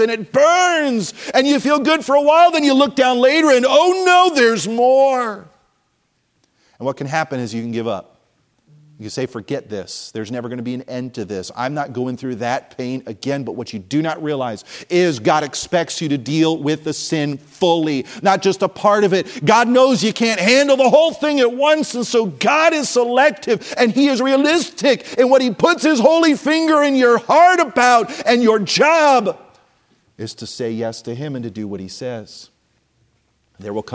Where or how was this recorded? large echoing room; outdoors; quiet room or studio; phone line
large echoing room